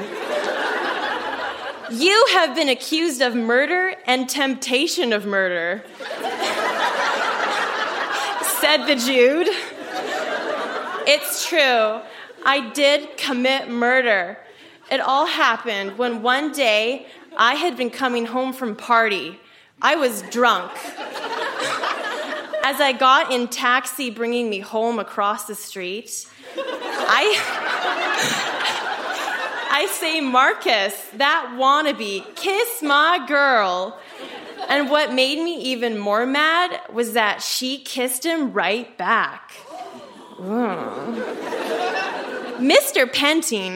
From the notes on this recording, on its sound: Recorded live at The Rec Room in Edmonton.